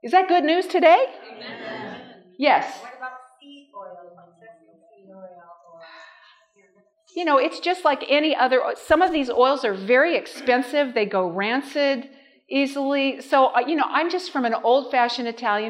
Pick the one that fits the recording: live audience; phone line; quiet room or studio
live audience